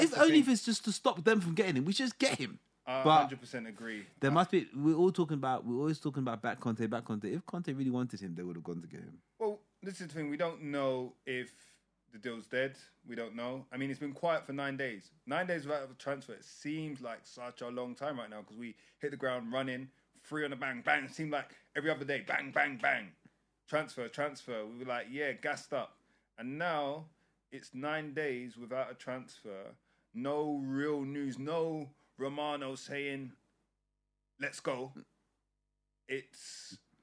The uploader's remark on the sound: Apologies for the sound quality after the intro, just turn us up a little